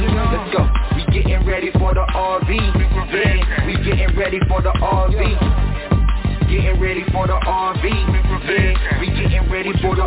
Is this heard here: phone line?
yes